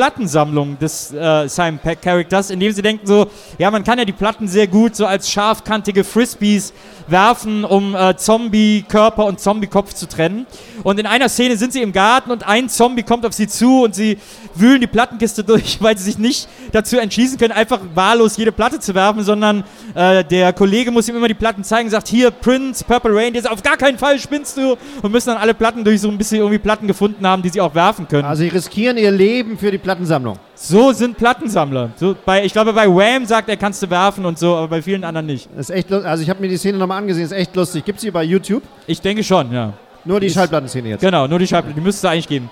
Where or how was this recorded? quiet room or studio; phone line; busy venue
busy venue